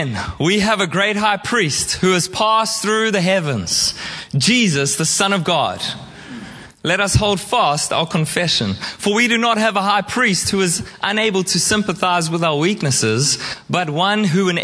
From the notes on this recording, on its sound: Preached at Horsham Downs on 28/05/2023